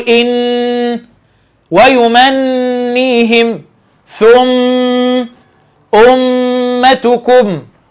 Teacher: الغنة اللي احنا بنقول عليها بمقدار حركتين، لكن الافضل اقول زمن حرفين. يعني النون تاخد زمن نونين والميم تاخد زمن نونين · Term: الغنة زمن حرفين